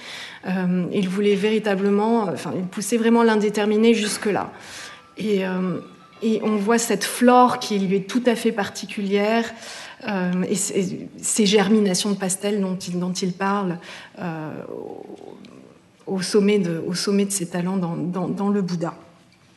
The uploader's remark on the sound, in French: Enregistrement de la conférence inaugurale du 24 mars 2023